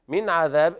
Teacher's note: إظهار حلقي لوقوع العين بعد النون الساكنة